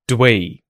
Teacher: The oo sound in do is contracted, it's unstressed, it's turned into the schwa sound, do we. And sometimes you may not even hear the schwa sound and you'll just hear dwee.